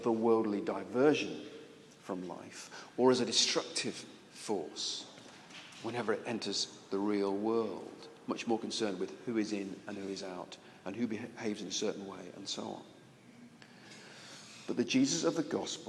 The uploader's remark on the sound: This address was recorded at the national conference exploring the place of contemplative expressions of church, contemporary mission and fresh expressions of the church at the London Centre for Spirituality.